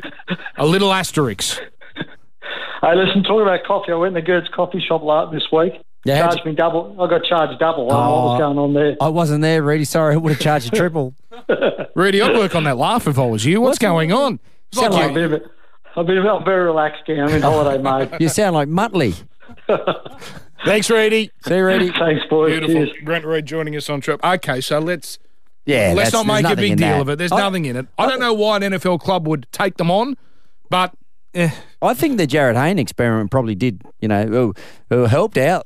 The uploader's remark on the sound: On the phone.